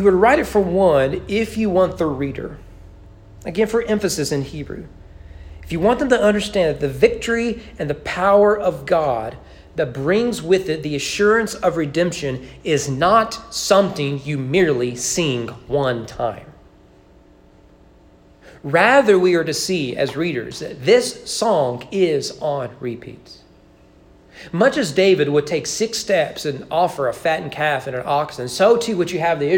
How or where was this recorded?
large echoing room